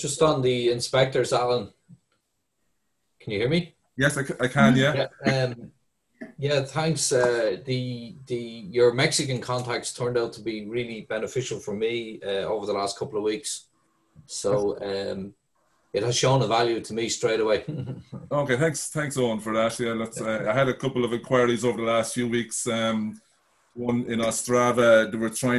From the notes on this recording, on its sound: This is the audio from the APTN aircraft lessor CTO and Powerplant manager's Zoom Call. This is the audio from the APTN aircraft lessor CTO and Powerplant manager's Zoom Call.